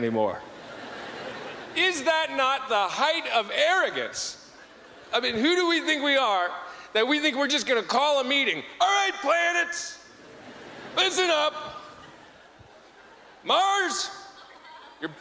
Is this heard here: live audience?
yes